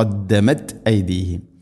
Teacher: ഖദ്ദമത് എന്നല്ല, ഖദ്ദമത് ഐദീഹിം. തായിനെ ഖൽഖല ചെയ്യരുത്, അത് ശരിക്കും കേൾക്കുന്ന രൂപത്തിലാവരുത്.